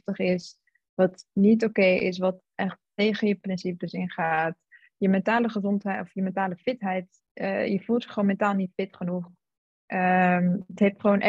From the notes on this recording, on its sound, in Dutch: Deze aflevering speelt zich online af via zoom.